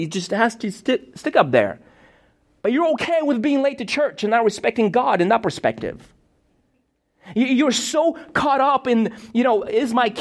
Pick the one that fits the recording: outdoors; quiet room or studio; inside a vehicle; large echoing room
large echoing room